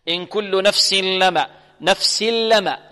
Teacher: إذن التنوين هنا ينقلب لاما تماما، لام خالصة. الآن ننتقل من السين إلى اللام، ذهب التنوين مخرجا وصفة. · بغير غنة، يعني بغير صوت من الخيشوم. إن كل نفس لما، نفس لما، البعض يخطئ يقول إن كل نفس لما، نفس فيريد أن يعطي صوتا من الخيشوم أو يخرج صوت من الخيشوم، وهذا خطأ. · Term: الإدغام